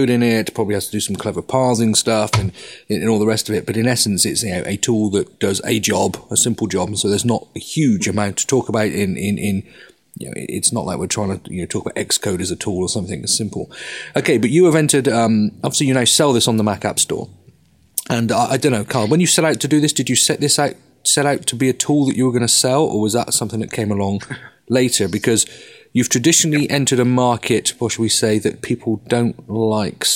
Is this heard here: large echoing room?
no